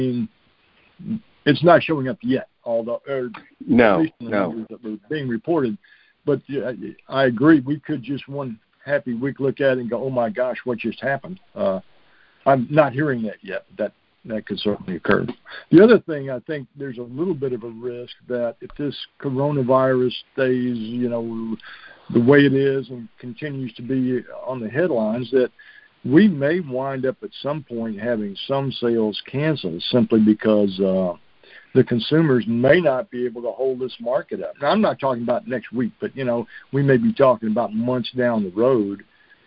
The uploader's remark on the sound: Monthly Conference Call